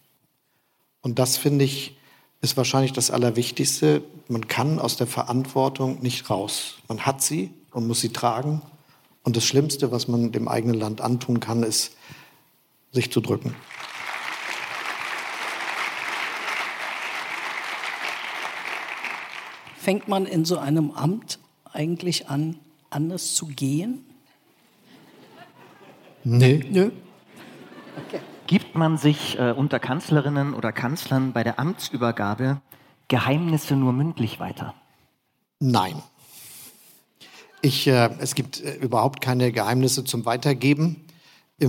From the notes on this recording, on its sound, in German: Das Gespräch ist eine Aufzeichnung der Veranstaltung "Lange Nacht der ZEIT 2023". In Hamburg vor Publikum stattfand und per Livestream übertragen wurde.